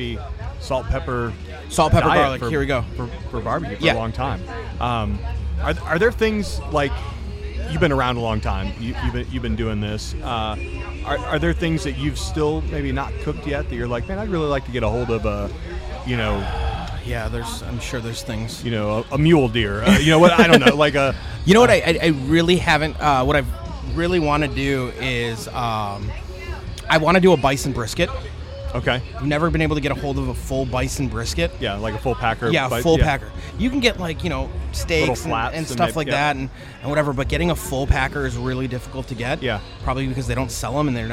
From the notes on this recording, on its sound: We are live from The BBQ LOve Fest in Tampa Florida again sitting down with another amazing pitmaster.